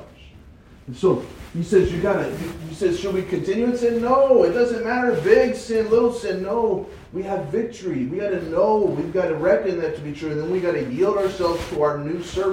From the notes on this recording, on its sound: I noticed some technical difficulties with the sound. Sorry for the bad quality!